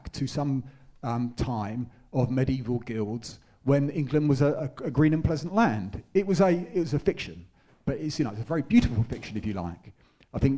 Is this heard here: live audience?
yes